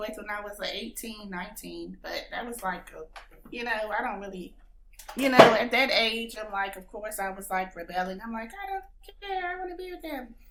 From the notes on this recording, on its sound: Forgive the slight buzz, some small audio issues